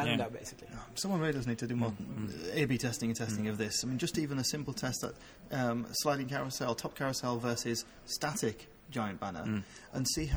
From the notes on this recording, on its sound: This episode comes “live” from Conversion Jam 2 in Stockholm Sweden. A conference about conversion optimisation.